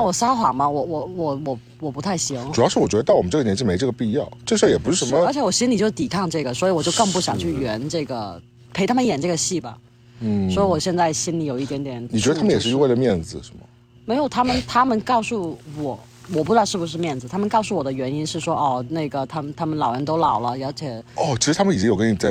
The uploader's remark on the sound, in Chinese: 本期为室外星夜下炉火边录音